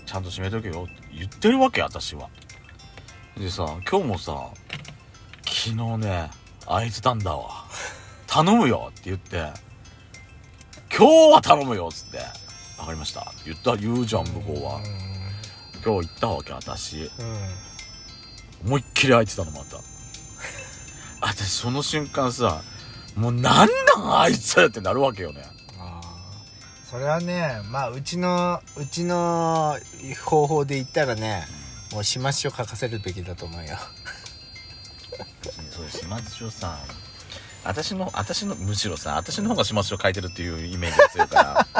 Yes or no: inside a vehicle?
yes